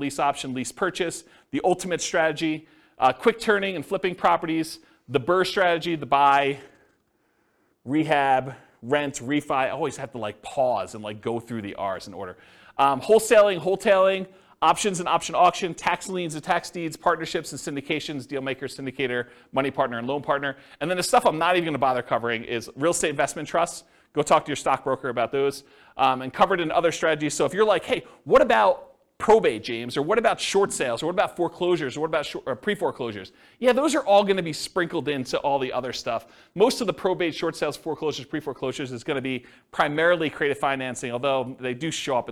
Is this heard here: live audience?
yes